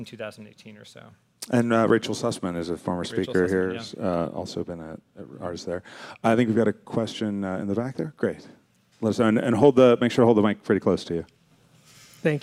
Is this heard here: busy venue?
yes